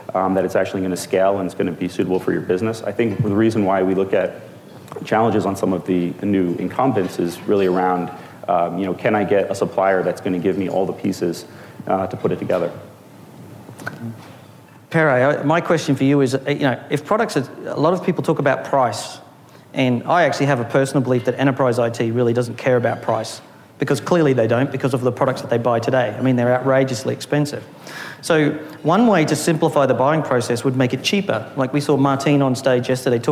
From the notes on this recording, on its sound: Was recorded live at the Future:Net 2017 conference.